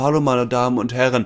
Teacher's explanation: Viel zu viel Atem verlässt den Körper und deswegen kommt kein prägnanter, resonanzreicher, kräftiger Stimmklang zustande, sondern die Stimme klingt ja sehr dünn, wenig gerichtet, verhaucht und einfach wenig resonanzreich. · Term: gehauchte, Das gehauchte